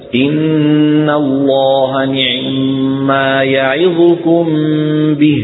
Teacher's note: عند كسرة العين يسرعون قليلا ويخفضون الصوت · Term: اختلسوا كسرة العين